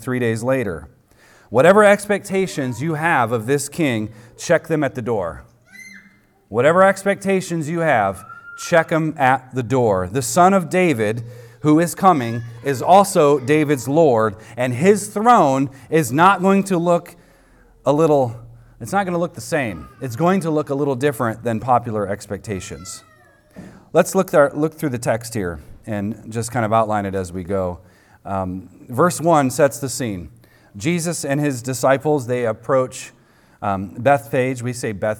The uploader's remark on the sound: recorded on Sunday, April 2nd, 2023, at the weekly worship gathering of Cross & Crown Church